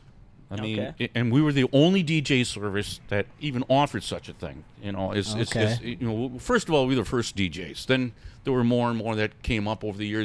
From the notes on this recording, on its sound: We recorded the episode live on location at The GB UFO Museum Gift Shop and Records